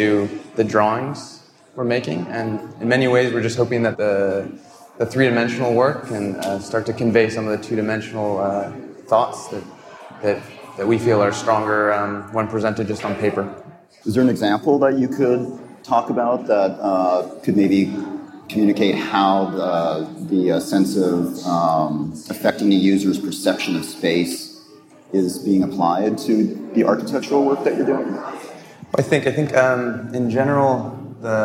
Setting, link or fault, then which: setting, live audience